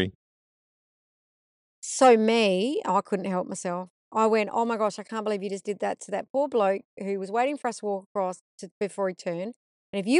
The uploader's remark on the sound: I was able to record a conversation while we drove